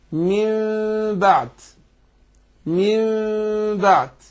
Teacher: من بعد، من بعد، مين بغنه مع الاخفاء، يعني انا قلبت النون الساكنه او التنوين ميم بغنه مع الاخفاء · Term: الاقلاب